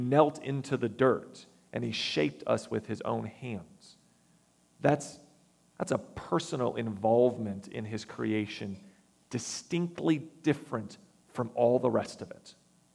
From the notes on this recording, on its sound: recorded September 24, 2022, at the Ringgold Seventh-day Adventist Church